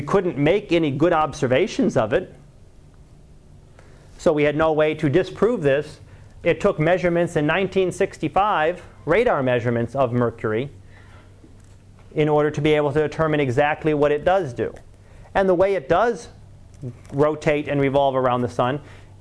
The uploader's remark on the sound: Live Class Lecture